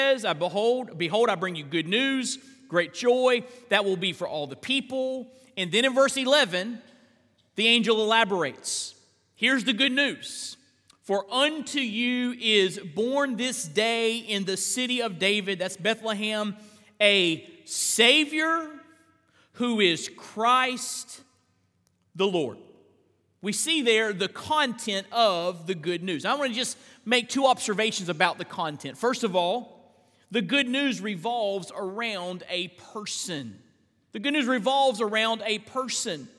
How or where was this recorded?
large echoing room